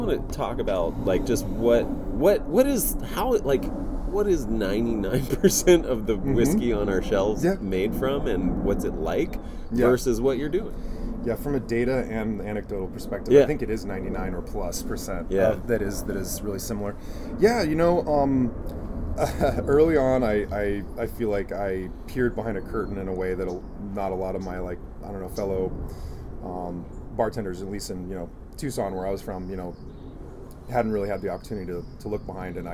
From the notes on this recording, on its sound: This episode is an outdoor spirits tasting. In the backyard at Crenshaw Cru… so you will hear some authentic LA audio texture in the back ground.